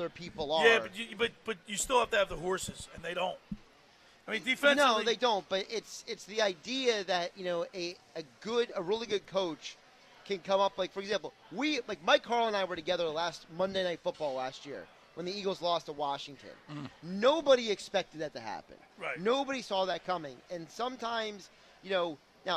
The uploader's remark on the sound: Live at The Caesars Sports Book inside the Tropicana in Atlantic City.